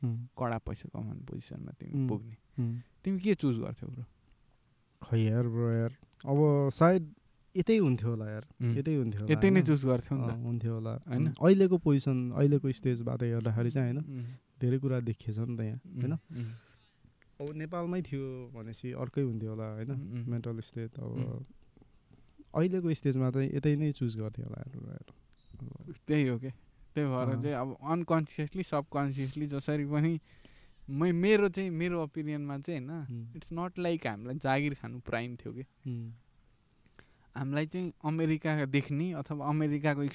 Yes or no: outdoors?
yes